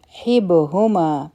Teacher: په با باندې سکون دی قلقله به کو